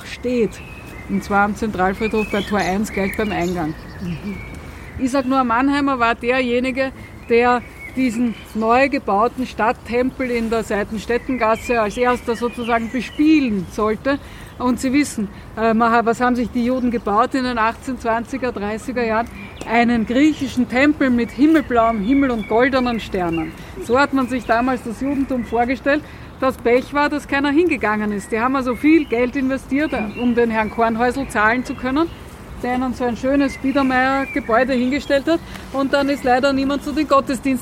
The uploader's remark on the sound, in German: Ist nun die gesamte aufgenommene Führung durch den jüdischen Friedhof Währing in Wien.